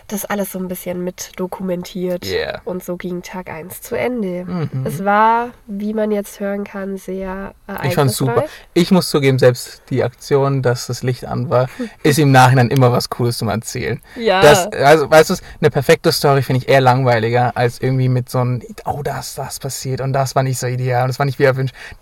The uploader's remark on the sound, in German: Das Setting bei der Aufnahme der Folge dürfte ungewöhnlich sein: so klären wir, warum wir während der Aufnahme in einem Citroen C1 sitzen